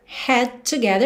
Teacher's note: você já junta T no D